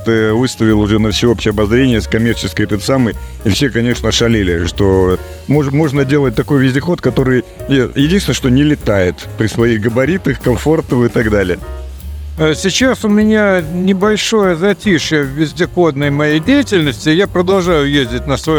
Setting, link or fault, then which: setting, busy venue